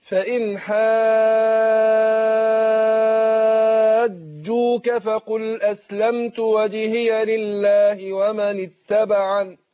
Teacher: هنا المد في حاجوك ست حركات